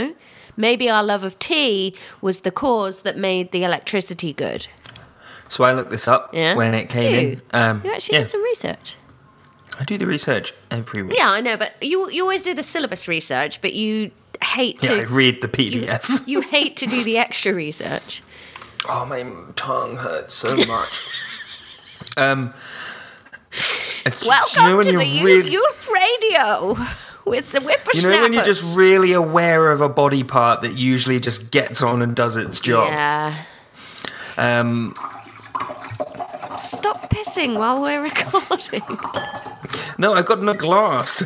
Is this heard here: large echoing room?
no